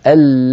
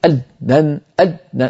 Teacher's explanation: فاللام فيها جريان للصوت ضئيل، أل لا ينقطع الصوت عندها · Shown in: first take · ألن أما أنت قلت ألن كله بسبب الشد.